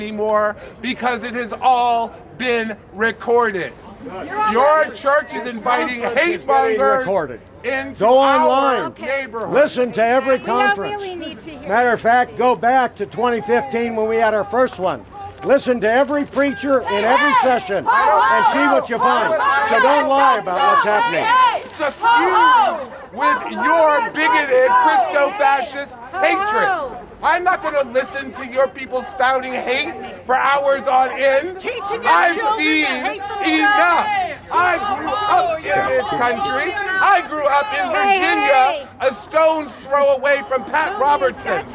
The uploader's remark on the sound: A protest was staged outside of Manor Community Church where The Foundations Conference by SermonAudio was being held.